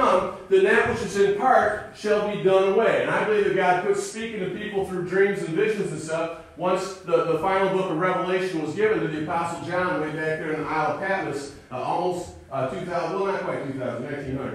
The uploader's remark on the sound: Sunday morning message recorded live at Calvary Baptist Church of Caseville MI.